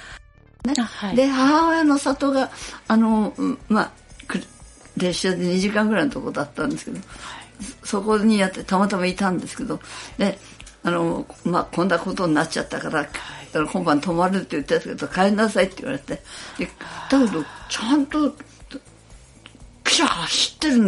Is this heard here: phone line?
no